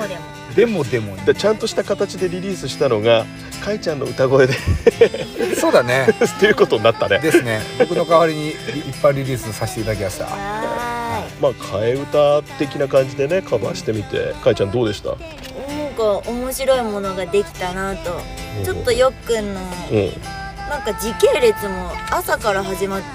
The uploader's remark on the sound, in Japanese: 車内に閉じ込めて収録という悪環境。